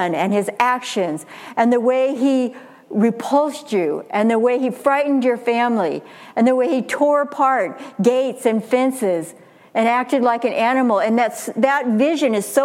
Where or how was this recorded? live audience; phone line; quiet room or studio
live audience